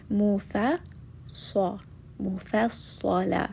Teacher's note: So make sure fa is light, Sad is heavy. And then because I am ending here, this is a tanween, fathatain, mufassalan wa.